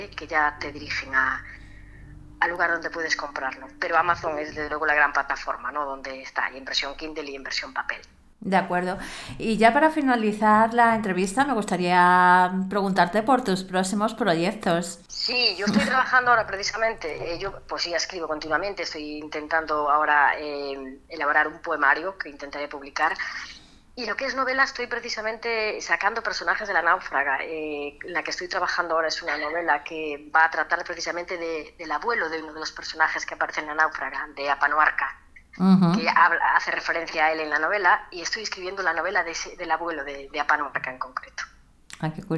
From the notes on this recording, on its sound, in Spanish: Escuchamos la entrevista telefónica